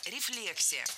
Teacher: Ударение ставим на второй слог, как и в исходном существительном. Рефлекс, рефлексия.